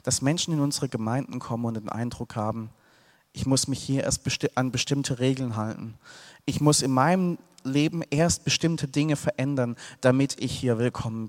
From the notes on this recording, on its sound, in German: aus dem Gottesdienst der Liebenzeller Mission